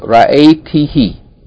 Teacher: the pronoun hu, him, has changed here to he. And instead of ha with dhamma, became ha with kasra. This change is for vocalic harmony, just for the sound.